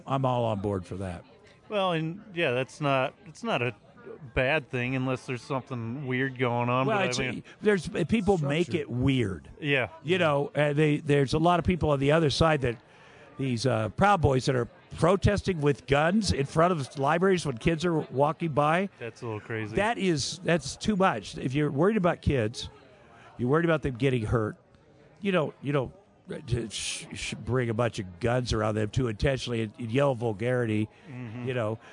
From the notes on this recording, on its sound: The Comix Zone had him cornered at The Wyoming Pop Culture Con 2023, and though it was a live stream.